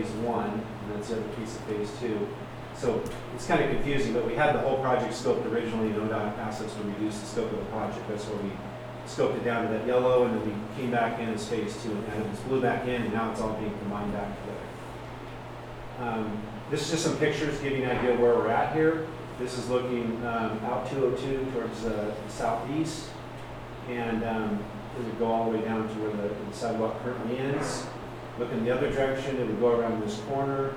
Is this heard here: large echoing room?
yes